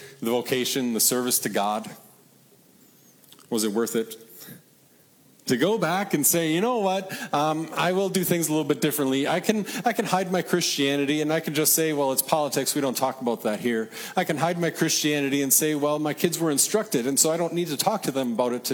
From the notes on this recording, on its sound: Regional Reformation Festival sermon preached at Peace (ELS) in Deshler, OH.